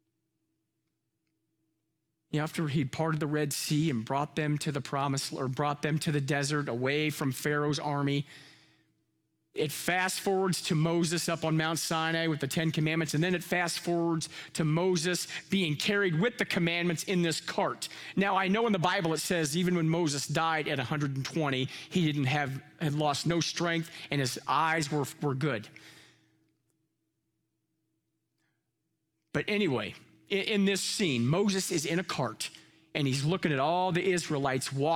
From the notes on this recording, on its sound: Live from our Celebration Ministry Center